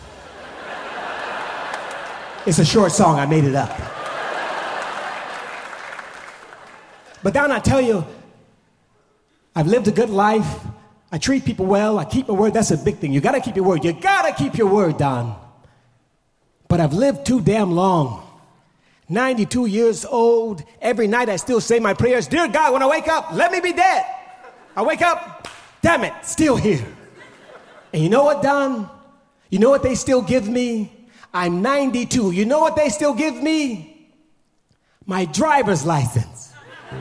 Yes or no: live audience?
yes